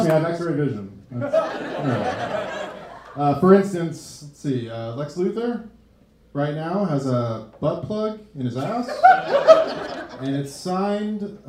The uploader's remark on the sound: a live Nerd Roast show they recorded in summer of 2021